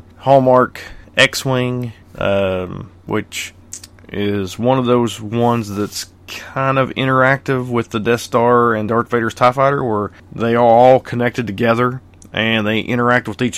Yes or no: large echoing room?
no